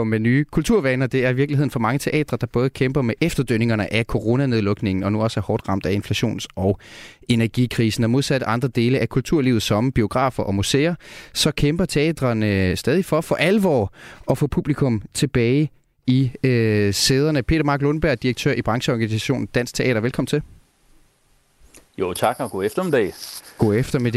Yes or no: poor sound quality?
no